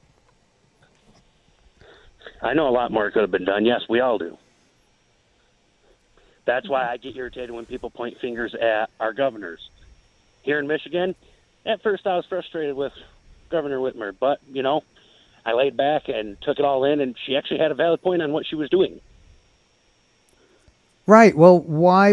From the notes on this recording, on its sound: Called my SiriusXM show this week. This was an actual rethinking — within a phone call.